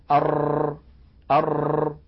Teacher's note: التكرير في اللغة هو إعادة الشيء، وعند أئمة التجويد هو ارتعاد طرف اللسان حتى يتكرر الحرف المنطوق